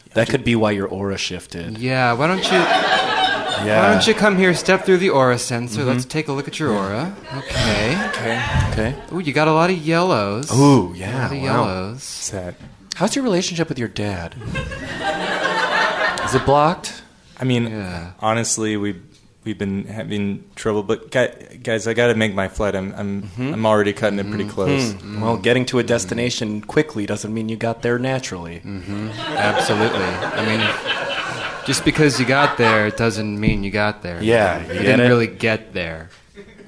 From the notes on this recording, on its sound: Improvised live in front of an audience